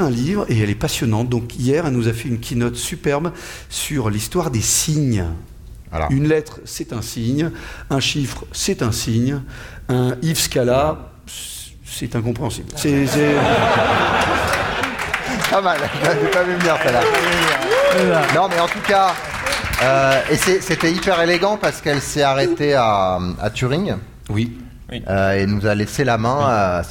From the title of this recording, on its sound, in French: en direct de Devoxx